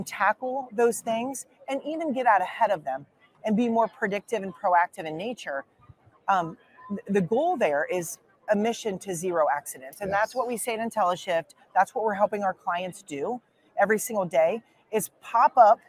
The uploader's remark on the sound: records live from the NAFA I & E in Baltimore